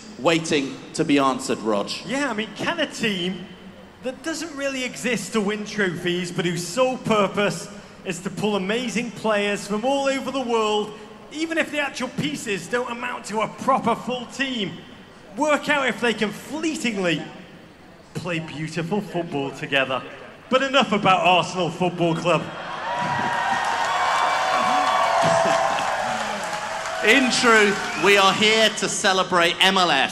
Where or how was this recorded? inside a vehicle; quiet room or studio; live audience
live audience